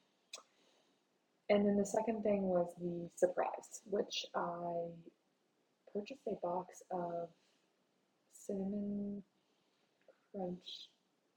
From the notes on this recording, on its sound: We are just in an all-out-brawl with our audio tech. The good news is, by the end of this episode, we got it all worked out.